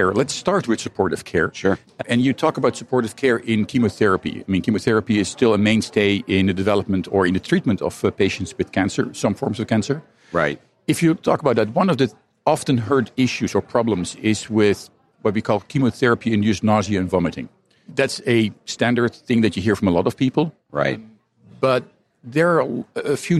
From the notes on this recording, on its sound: recorded during the annual meeting of the American Society of Clinical Oncology, ASCO